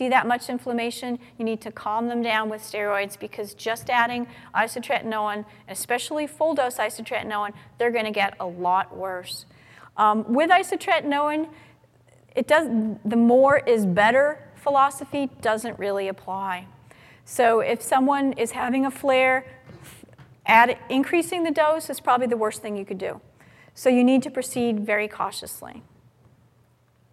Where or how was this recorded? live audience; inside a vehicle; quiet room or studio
live audience